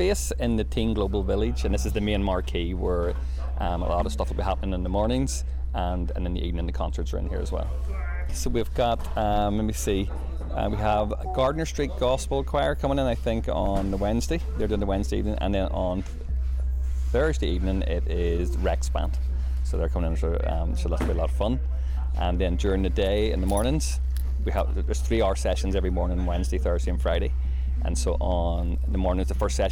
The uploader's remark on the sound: Live from World Meeting of Families. There are 37,000 people booked to come, with the rugby/show-jumping pitch being used for the biggest events such as daily mass.